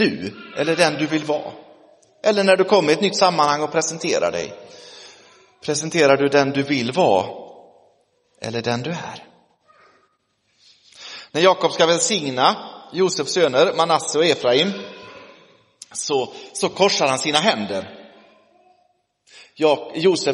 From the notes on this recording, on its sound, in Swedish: Inspelad i Roseniuskyrkan den 22 oktober 2023